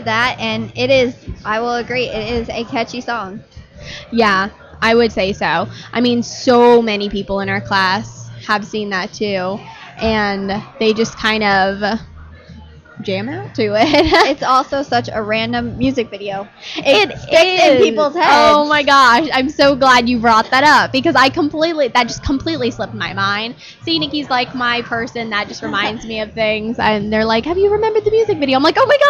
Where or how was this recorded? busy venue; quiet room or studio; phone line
busy venue